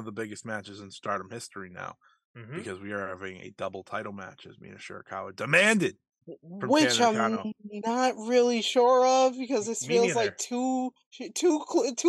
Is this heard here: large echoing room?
no